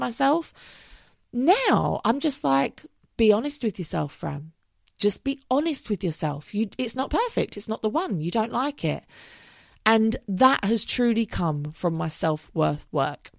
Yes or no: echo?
no